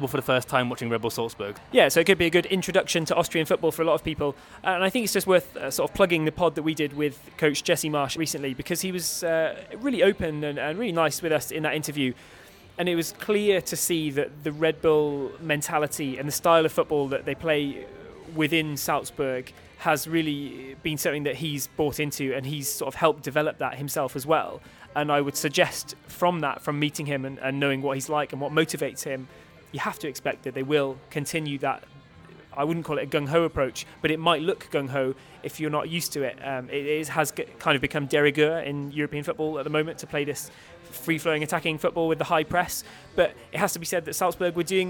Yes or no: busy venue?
yes